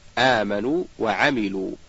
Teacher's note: ثانيا مد التمكين، وهو مدة لطيفة مقدارها حركتان يؤتى بها وجوبا للفصل بين الواوين